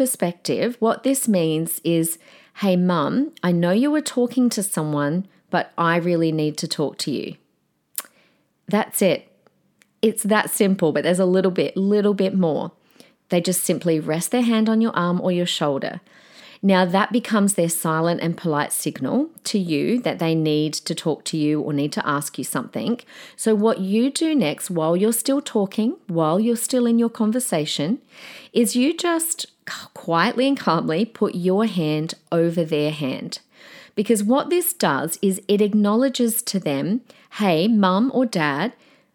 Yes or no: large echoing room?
no